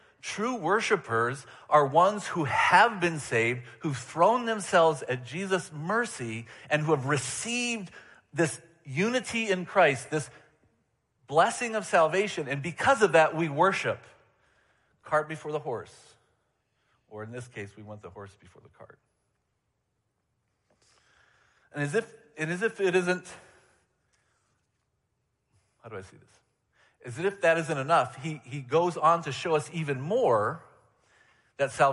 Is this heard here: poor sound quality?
no